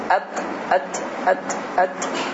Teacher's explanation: Çünki ta, t hərfində həms sifəti var. Həms yəni pıçıltı. · Elə bir şey, pıçıltılı bir səs gəlir.